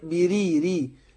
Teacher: الراء مرققة هي عشان مكسورة